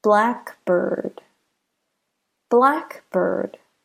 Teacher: Okay, so now that we're done talking about the word stress rules, all 4 of them, we have one more, I guess you'll call it extra rule, and that is compound words. There are words with 2 parts that can be broken into 2 standalone words. For nouns, the stress is on the first part.